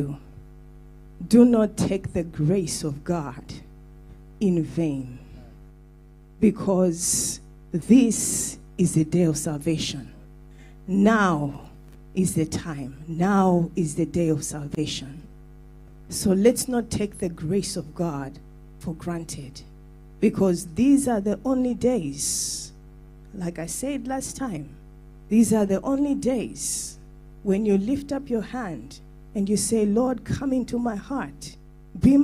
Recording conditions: large echoing room